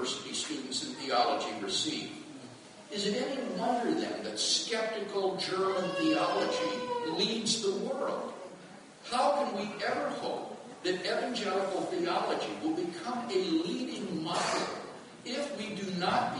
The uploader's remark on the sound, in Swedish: Inspelad i Betlehemskyrkan, Stockholm 2012-04-22.